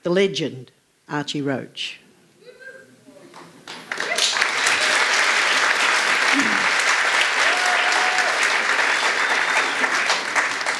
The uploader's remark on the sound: This is a live recording from our event.